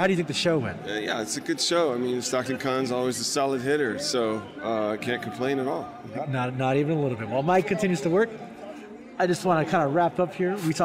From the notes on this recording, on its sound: Live” at StocktonCon Summer 2022. Come to you Live from StocktonCon Summer 2022.